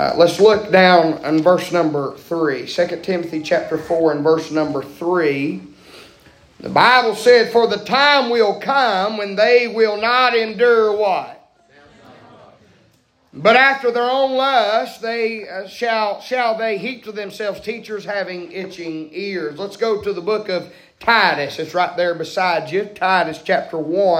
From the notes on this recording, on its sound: preaching live from Still Water Baptist Church